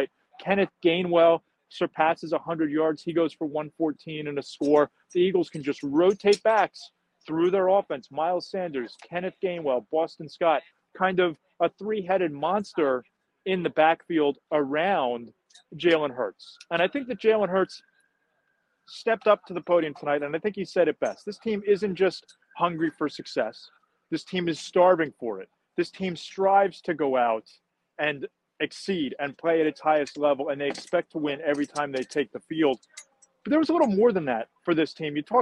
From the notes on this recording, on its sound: Post Game Live From Lincoln Financial Field. Joins live from Lincoln Financial Field after the Philadelphia Eagles 38-7 victory in the NFC Divisional round of the 2023 playoffs.